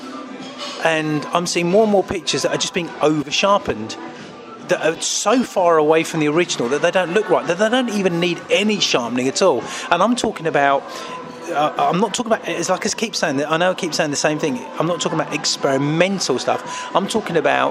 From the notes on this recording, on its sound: recording in a Beefeater whilst on a 3 day shoot